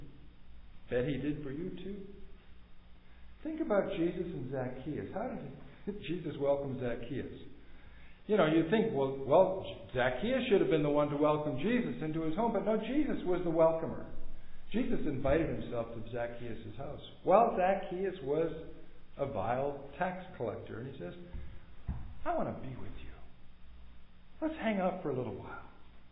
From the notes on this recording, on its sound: Recorded at MPPC on Sunday, December 4, 2022